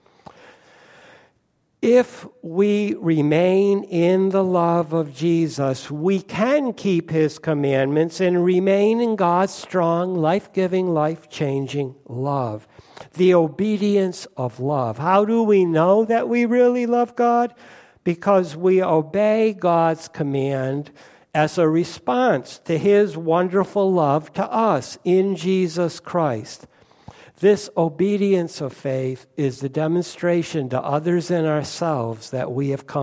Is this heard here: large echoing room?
yes